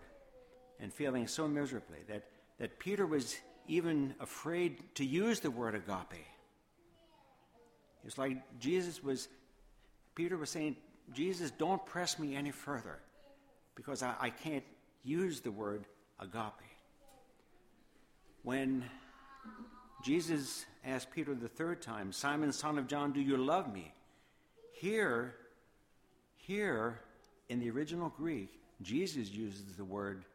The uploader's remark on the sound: Sermon Audio from Woodbury Church of the Brethren.